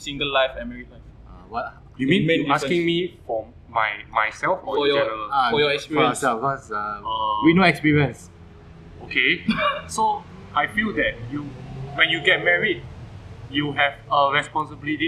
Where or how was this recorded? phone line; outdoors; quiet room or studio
outdoors